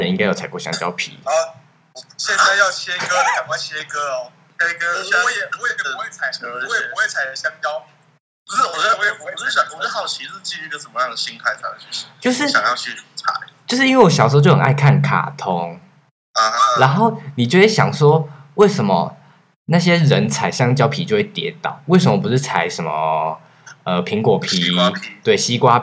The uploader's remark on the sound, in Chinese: 這次跟三位好友一起直播。音質我盡力了非常之抱歉。